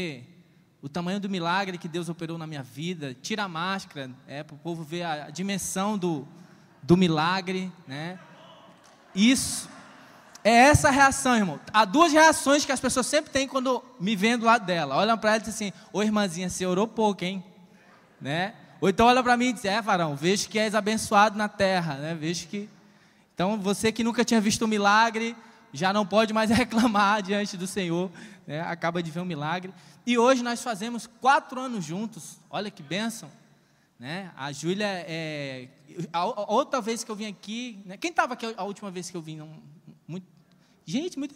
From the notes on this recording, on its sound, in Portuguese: CONFERÊNCIA CONEXÃO DINAMUS AO VIVO 22.08.2021 - NOITE.